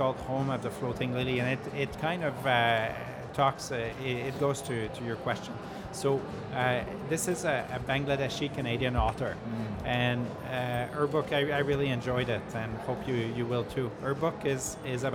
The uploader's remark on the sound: Live interview from SIBF 2022. Live from SIBF 2022.